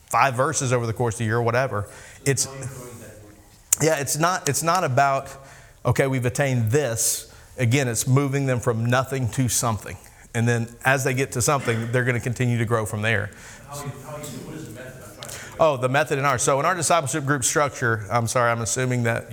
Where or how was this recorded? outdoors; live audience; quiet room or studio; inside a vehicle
live audience